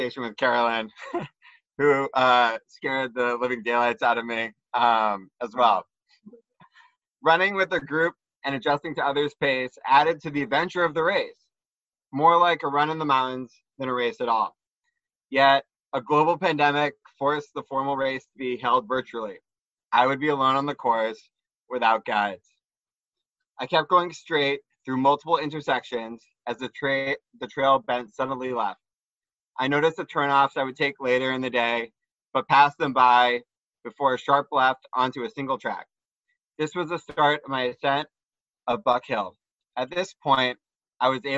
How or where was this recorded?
video call